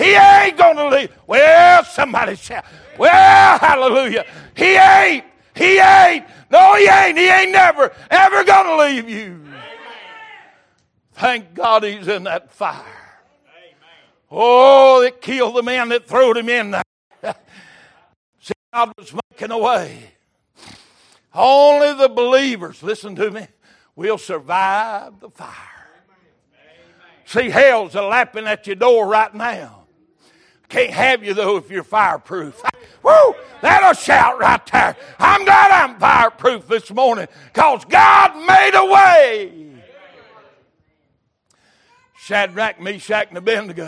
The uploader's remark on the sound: Recorded January 15, 2023 - Sunday Morning Service